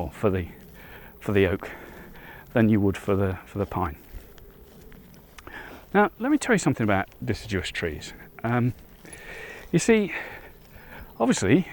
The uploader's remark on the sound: Out on another walk. Heading towards the woodland.